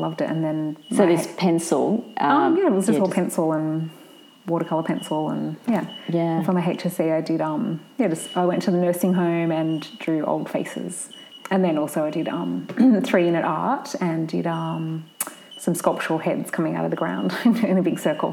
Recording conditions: sounds in the background